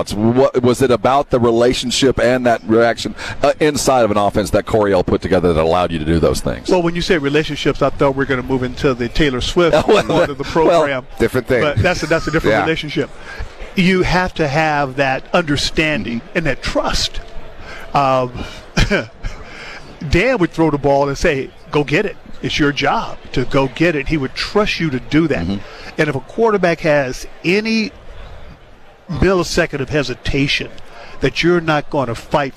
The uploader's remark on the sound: while on Radio Row at the Super Bowl in Las Vegas